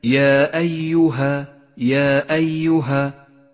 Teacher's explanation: بعده المد المنفصل في كلمة يا أيها، يا أيها، جاء حرف المد وهو الألف في كلمة وبعده الهمزة في الكلمة التالية، وهو مد جائز اخترنا قصره على 2 حركات تسهيلا على القارئ المبتدئ